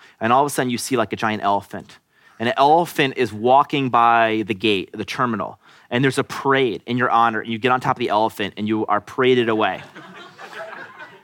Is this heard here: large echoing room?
no